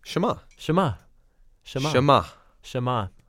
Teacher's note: No breathy H there. Like ruach.